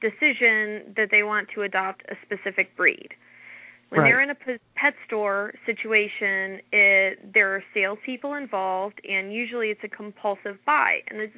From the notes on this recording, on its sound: takes your calls live